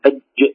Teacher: من حق الجيم أن تكون حرفا شديدا محبوسا في المخرج